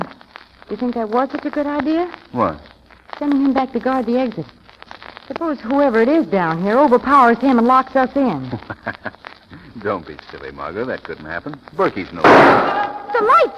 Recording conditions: poor sound quality